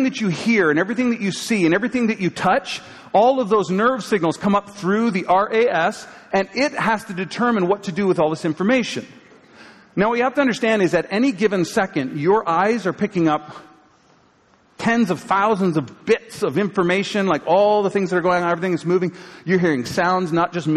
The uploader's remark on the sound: live from Pathway Church, Peterborough, CA January 15, 2023